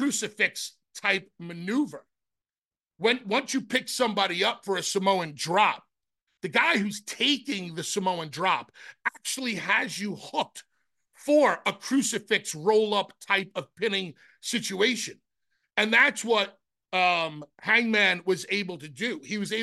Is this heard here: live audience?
no